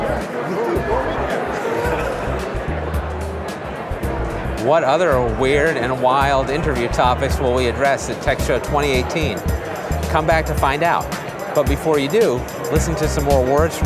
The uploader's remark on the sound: Interviews from the TECHSHOW Floor. Let him wander around ABA TECHSHOW, you’re bound to get off the cuff conversations, intriguing guests, and only a couple awkward silences.